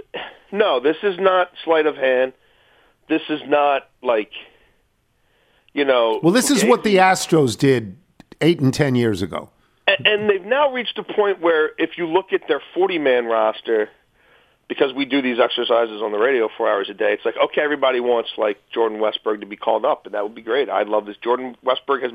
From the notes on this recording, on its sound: Phones.